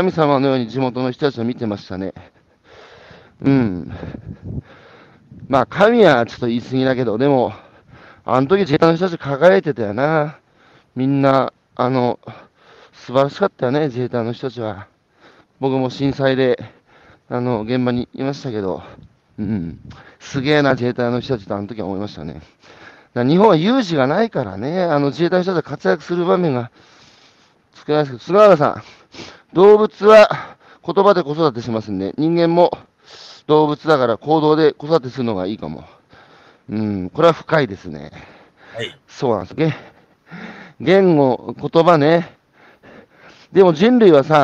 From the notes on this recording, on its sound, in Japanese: 歩きながら1時間、対談する